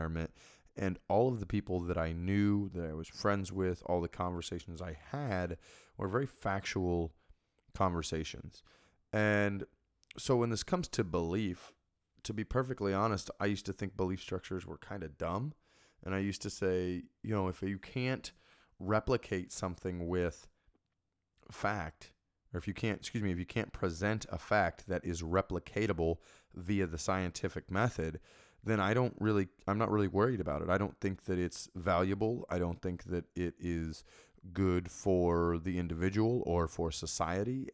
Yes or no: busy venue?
no